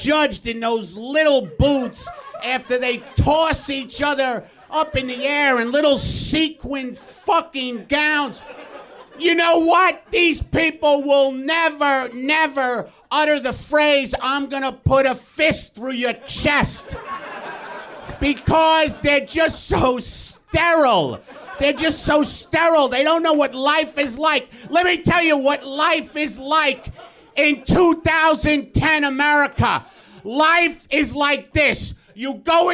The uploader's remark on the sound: Live from UCB Los Angeles, it's Ladies Night. The WTF live stage.